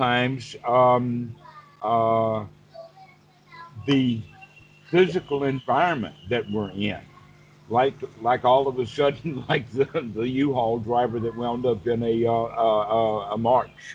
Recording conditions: video call